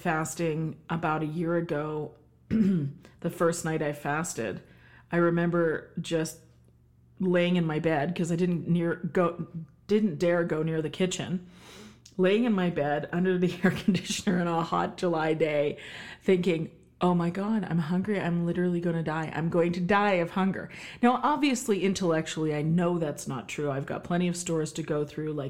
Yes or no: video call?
no